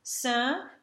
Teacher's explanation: we have our nasal, which is built on the open e